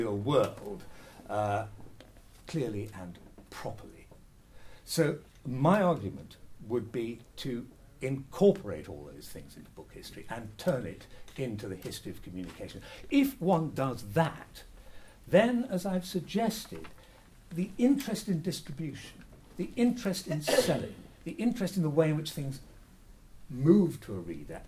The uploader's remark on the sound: This talk was given as part of the conference: Progressing Book History and Publishing Studies as Disciplines a British Academy Funded Event.